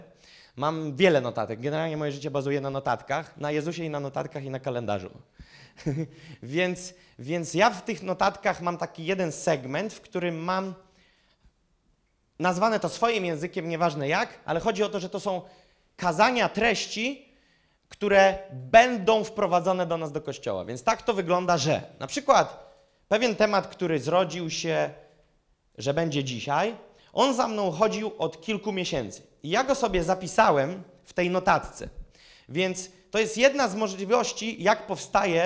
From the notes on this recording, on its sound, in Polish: Kazanie zostało nagrane podczas spotkania Makrogrupy NOF Church 9.